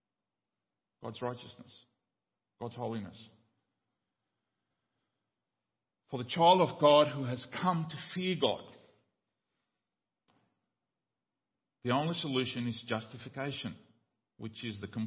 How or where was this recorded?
large echoing room